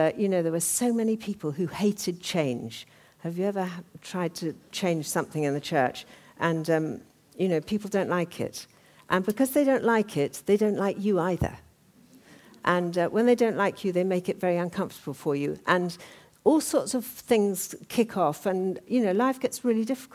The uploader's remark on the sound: talk from the 2013 Women and Leadership Conference